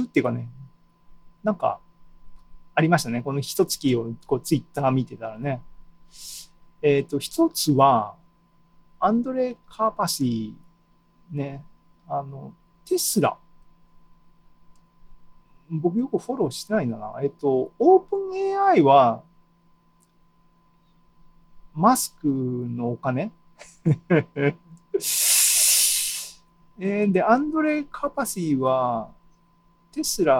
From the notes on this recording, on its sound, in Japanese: ２０２２年７月２７日に開催した ZOOMライブの模様です